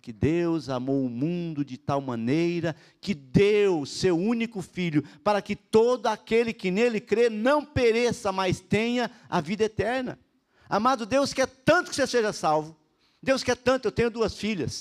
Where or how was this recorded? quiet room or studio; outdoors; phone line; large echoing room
large echoing room